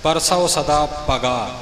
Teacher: ਪ੍ਰੇਯ ਪ੍ਰੇਮ ਲੱਗਾ ਇਹ ਲੱਲੇ ਉੱਪਰ ਥੋੜ੍ਹਾ ਜਿਹਾ ਵਜਨ ਆਉਣਾ ਹੈ, ਪਰਸੋ ਸਦਾ ਪਗਾ ਇੱਥੇ ਪੱਪੇ 'ਤੇ ਵਜਨ ਨਹੀਂ ਆਉਣਾ, ਪਗਾ ਪੋਲਾ ਬੋਲਣਾ